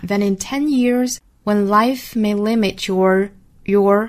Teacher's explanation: in 同样连读， than in 10 years when life may limit your choices. 那我们需要卷舌的地方像 years,还有像后面那个 your,都需要卷舌啊